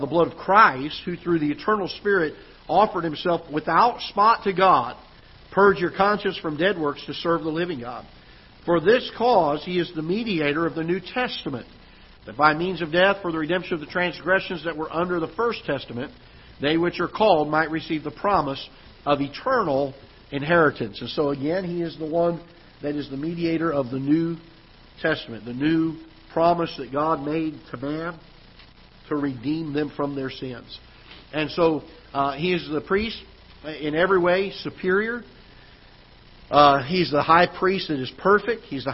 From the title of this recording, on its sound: Ketha Heights Baptist Church ~ Live Broadcast